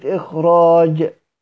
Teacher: حيث جاء فرقق راءه وأجرى الخاء مجرى الحروف المستفلة لضعفها بالهمس